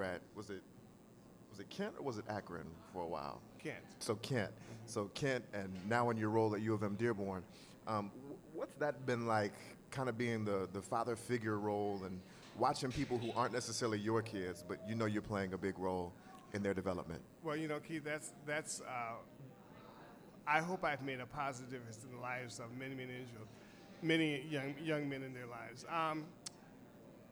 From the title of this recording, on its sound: Live at Cultivate